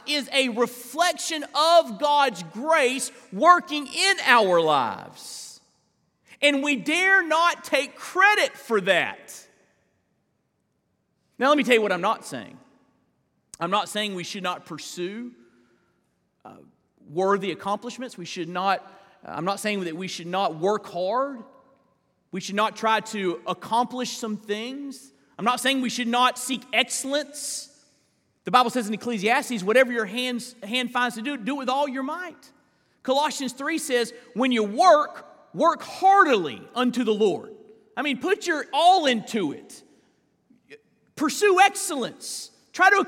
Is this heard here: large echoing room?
yes